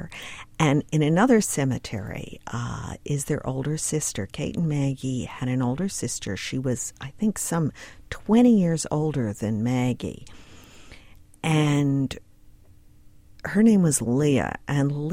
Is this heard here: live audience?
no